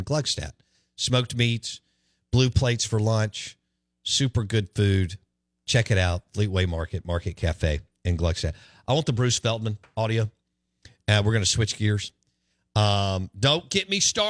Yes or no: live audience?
no